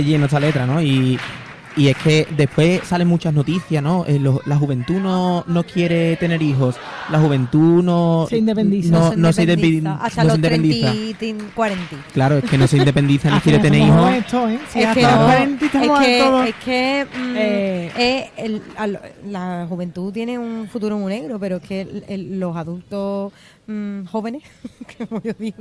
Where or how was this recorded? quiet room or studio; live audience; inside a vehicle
live audience